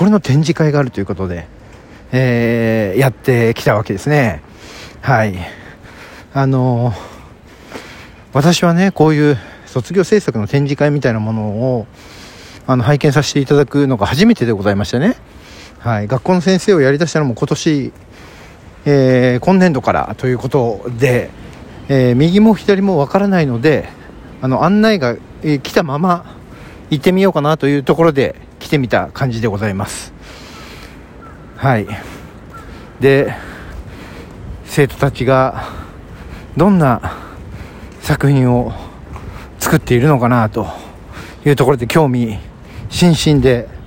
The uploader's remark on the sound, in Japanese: ロケトークも心乱れず収録できるようになりました。From Radiotalk。